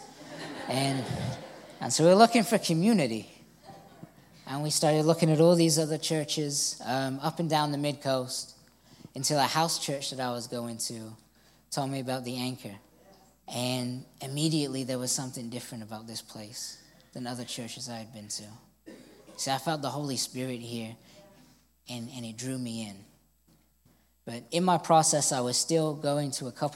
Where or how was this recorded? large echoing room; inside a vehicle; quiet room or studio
large echoing room